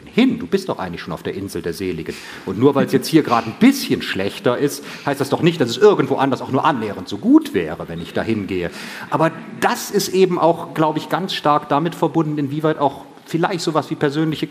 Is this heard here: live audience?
yes